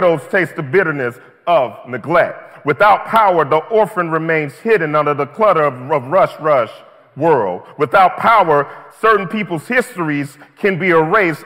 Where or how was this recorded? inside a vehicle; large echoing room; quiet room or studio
large echoing room